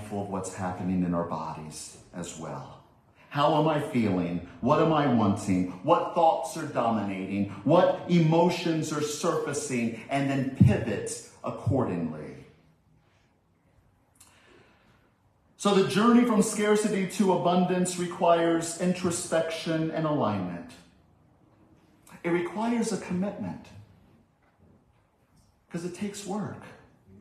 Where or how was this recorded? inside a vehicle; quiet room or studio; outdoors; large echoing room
large echoing room